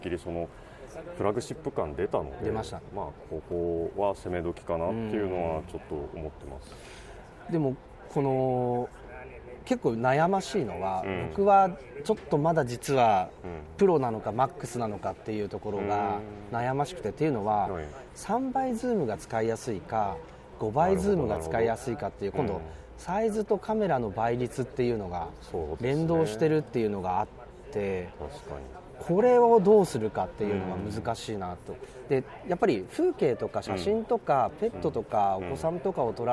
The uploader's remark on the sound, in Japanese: Appleイベント2日目、昼下がりのApple Park Visitor Center屋上で。